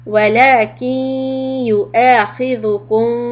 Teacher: don't use the noon but stop on the ya and do the nasal sound